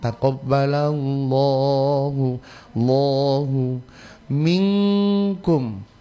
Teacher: Bala, kemudian Allahnya ditebalkan, taqabbalallahu lahu minkum ya, langsung ng minkum, itu hukumnya ikhfa ya, ikhfa. Jangan mulai dari to ta ya, sebab bukan huruf to itu melainkan huruf ta.